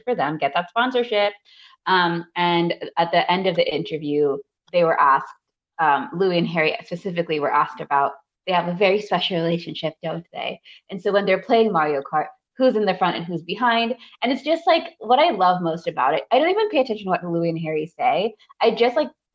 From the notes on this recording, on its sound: We would apologize for any technical glitches